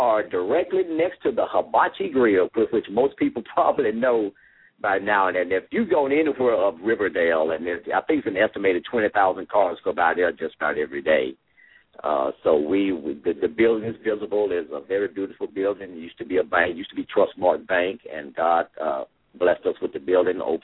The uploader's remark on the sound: LML uses a progressive live call in format.